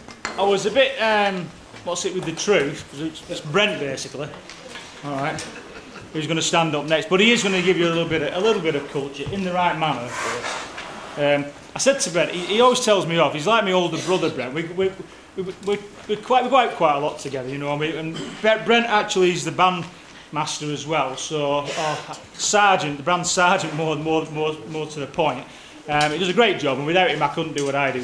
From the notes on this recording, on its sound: outside Broadcast recording from the Playhouse 2 Theatre in Shaw